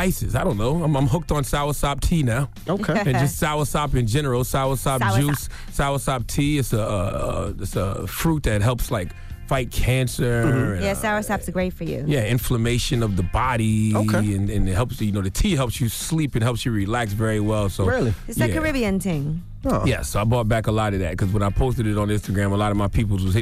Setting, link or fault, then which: link, phone line